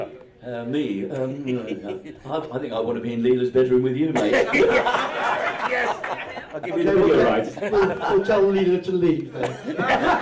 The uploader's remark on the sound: a panel recorded at this year’s BritishFest on June 4, 2017